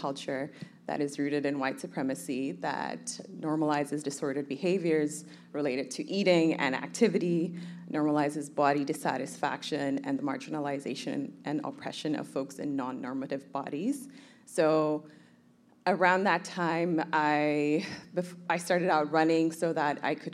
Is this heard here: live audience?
yes